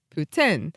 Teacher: In both, the ending ten is like the metal, and the poo sound is a bit more abbreviated